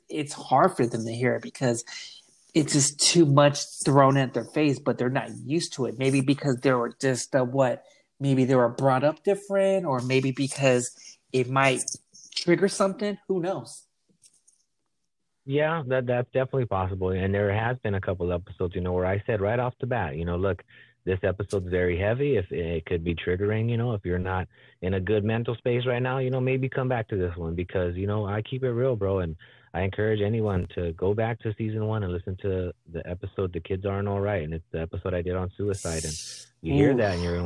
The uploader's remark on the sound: phone interview